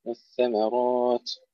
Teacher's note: والثمرة الميم مرققة والراء مفخمة